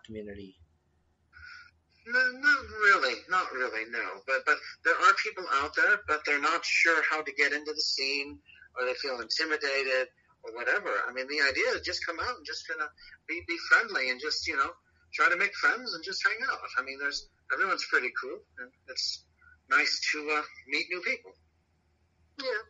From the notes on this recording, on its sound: This episode was recorded over the phone so the quality